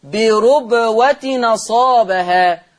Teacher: حرك التنوين بحركة الهمزة · Term: النقل